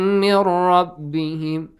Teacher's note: نون ساكن بلس را إدغام without غنة. Heavily pronounced.